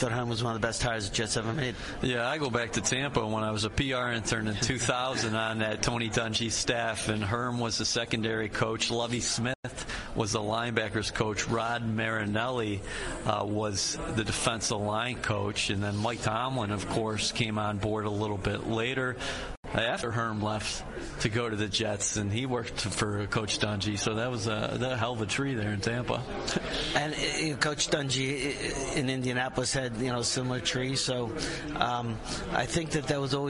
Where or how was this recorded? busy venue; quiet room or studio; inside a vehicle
busy venue